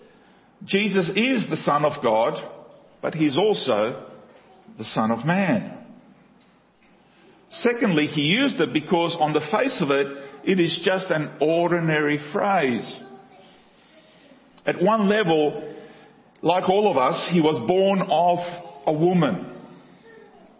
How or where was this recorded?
large echoing room